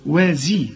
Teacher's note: الزين هنا مرققة وتكون أكثر رقة لأنها مكسورة